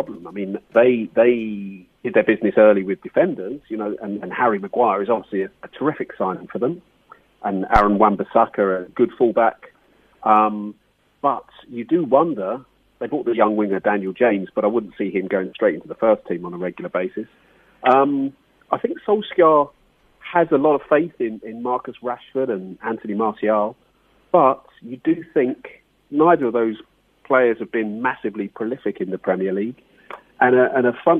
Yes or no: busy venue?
no